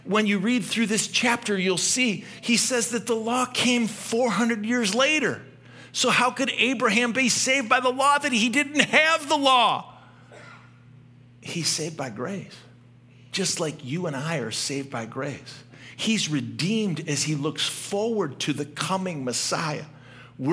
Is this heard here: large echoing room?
yes